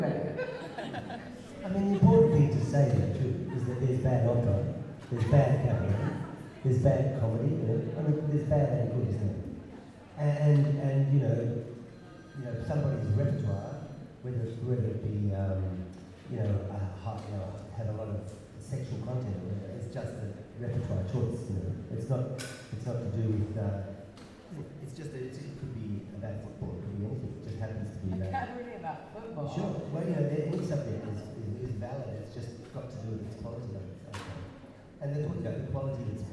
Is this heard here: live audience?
yes